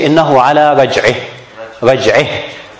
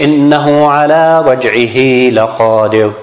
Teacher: There is no mad at all. · Shown in: first take